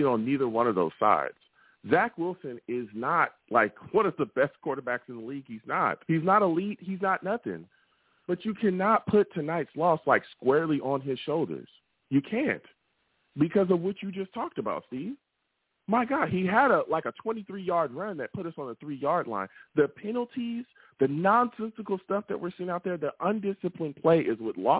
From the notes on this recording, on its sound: I take live callers!